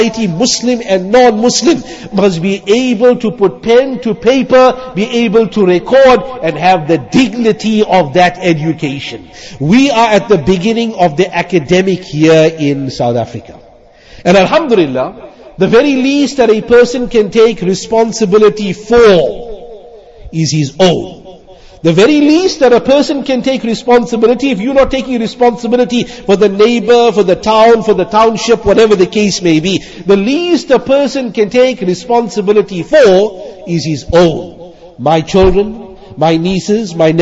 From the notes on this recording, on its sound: Jumuah lecture.